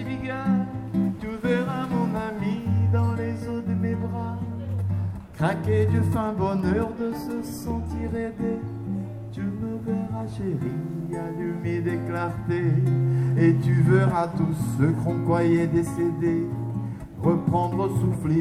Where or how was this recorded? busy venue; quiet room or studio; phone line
busy venue